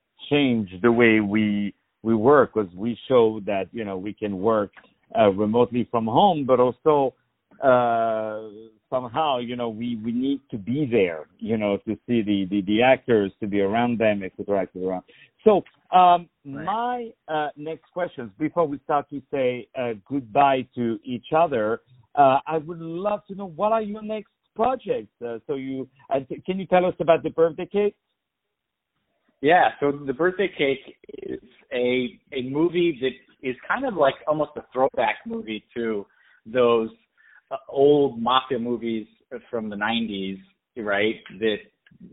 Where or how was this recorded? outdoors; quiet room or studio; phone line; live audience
phone line